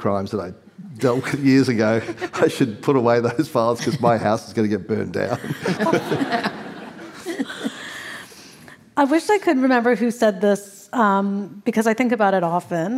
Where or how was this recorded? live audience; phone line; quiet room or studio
live audience